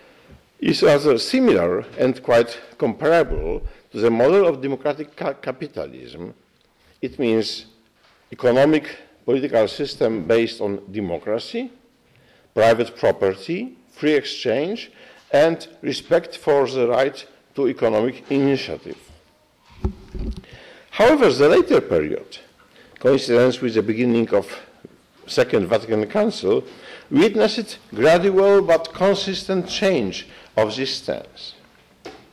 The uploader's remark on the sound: gave a talk to Christendom students and faculty